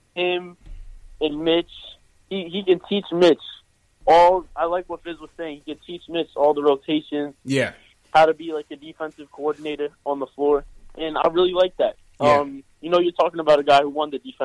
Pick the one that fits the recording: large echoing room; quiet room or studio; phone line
phone line